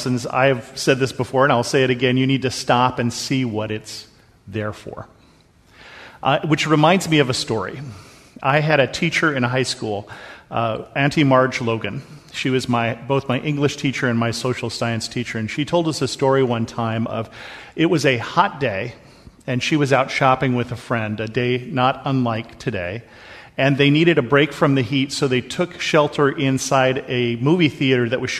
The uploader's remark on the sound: This episode is a sermon that I preached at Bethel Lutheran Church in Cupertino.